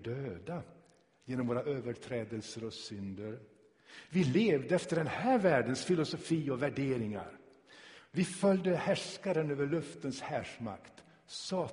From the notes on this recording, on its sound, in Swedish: Inspelad i Tabernaklet i Göteborg 2017-01-29.